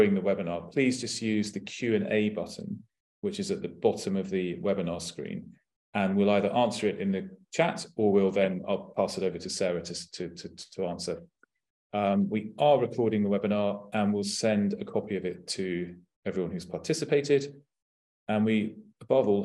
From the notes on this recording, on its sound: This is a recording from our webinar, 'UCAS Applications Advice'.